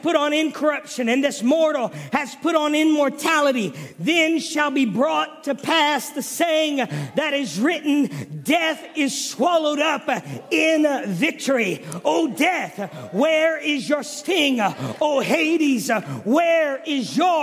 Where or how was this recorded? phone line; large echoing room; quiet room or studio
large echoing room